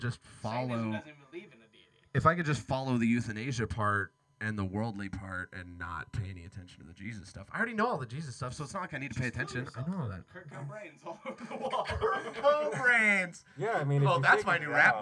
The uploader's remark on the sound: Please excuse the hum. It wasn't until after the podcast that we figured out some of this old equipment doesn't work the way they used to.